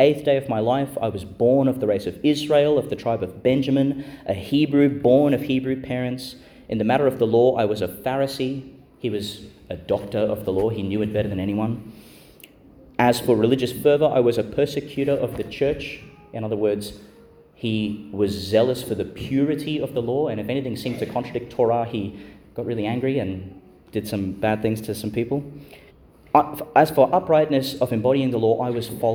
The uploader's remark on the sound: delivered in St Mary's Church, Ubobo, and Our Lady Star of the Sea Church, Gladstone, Qld.